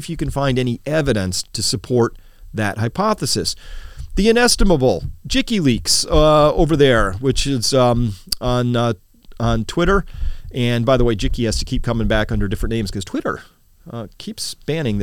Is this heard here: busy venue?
no